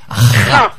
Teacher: je racle le gosier, c'est comme la rota espagnole ou le ch allemand